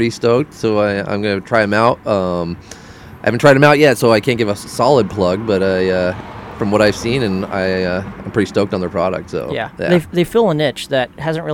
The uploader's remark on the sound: Rigs & Brews ON LOCATION. Record from the Duck Foot Brewery parking lot! They pumped this event for a couple of weeks and the turn out was great!